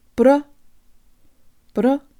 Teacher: Let's make the A vowel sound more like a schwa, and let's start with good Russian default mouth position.